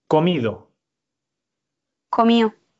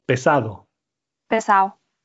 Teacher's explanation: supresión de la D intervocálica